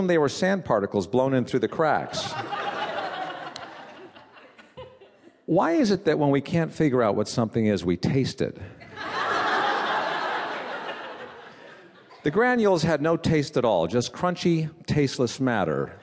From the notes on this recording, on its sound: This piece was recorded at Un-Cabaret's reading series, Say the Word, featuring great comedy writers reading their own original first-person nonfiction at the Skirball Cultural Center in Los Angeles.